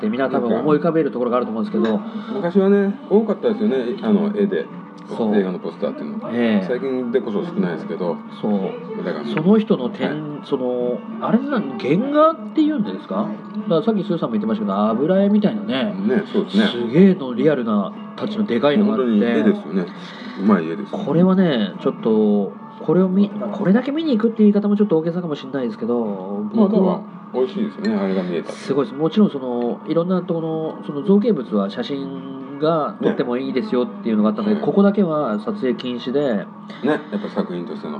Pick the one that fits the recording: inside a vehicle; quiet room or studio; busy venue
busy venue